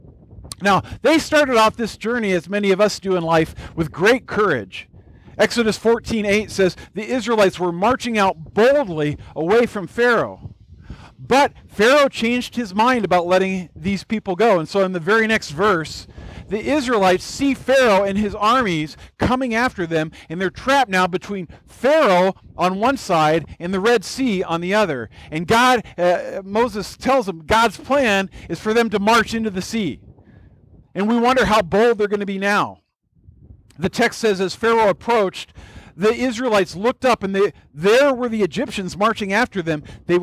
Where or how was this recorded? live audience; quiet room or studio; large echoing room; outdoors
outdoors